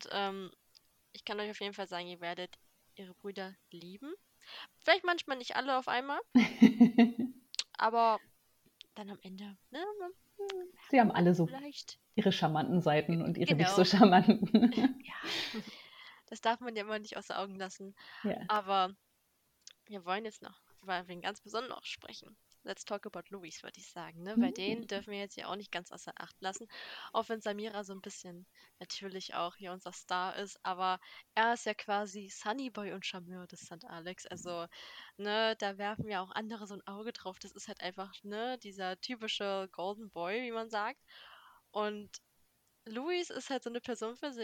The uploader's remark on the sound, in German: Leider waren die technischen Probleme dieses Mal besonders hartnäckig